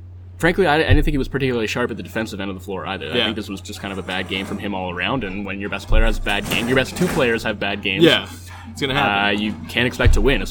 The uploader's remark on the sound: Live from Raptors/Pelicans. Deep in the bowels of Scotiabank Arena.